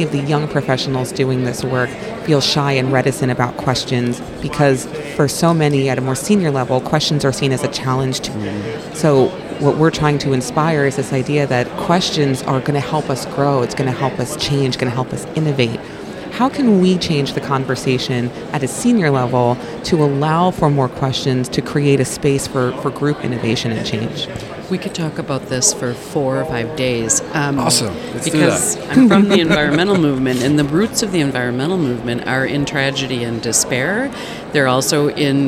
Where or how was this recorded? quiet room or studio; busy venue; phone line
busy venue